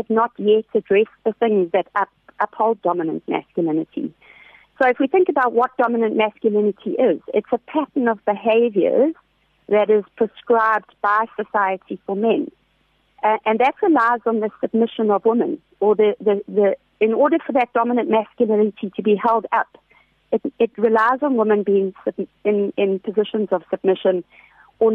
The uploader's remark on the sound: Joining us on the line today